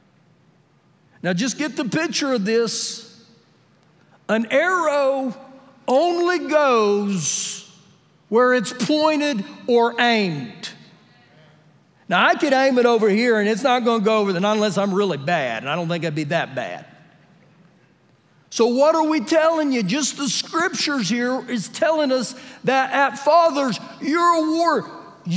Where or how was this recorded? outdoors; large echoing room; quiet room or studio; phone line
large echoing room